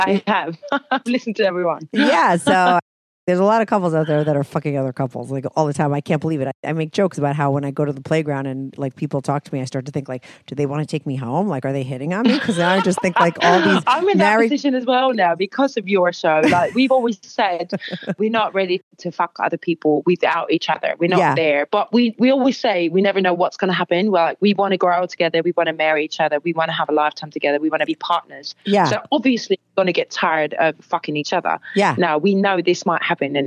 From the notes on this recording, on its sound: She called in to talk all about it.